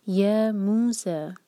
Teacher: ہم یا پر زور نہیں دیں گے بلکہ مو پر زور دیں گے